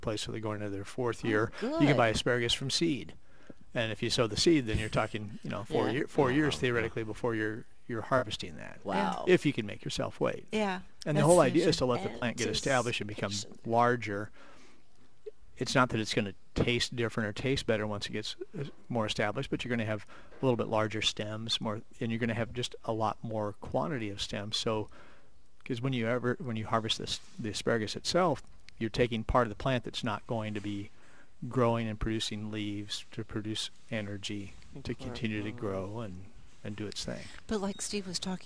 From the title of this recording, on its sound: Live at Prairie Gardens